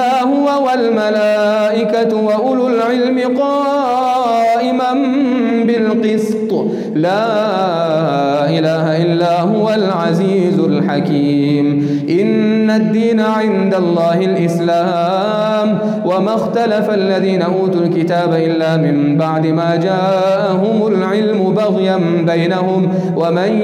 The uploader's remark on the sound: Qiyaam Day 2 at the houghton Houghton masjid.